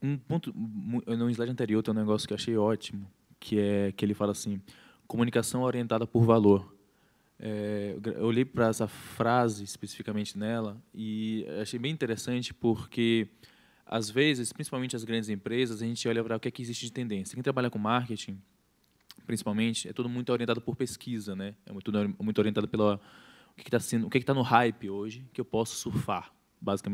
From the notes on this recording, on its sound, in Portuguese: Foi gravado direto do World Creativity Day em Brasília (DF). Apresenta painel no maior festival colaborativo de criatividade do mundo.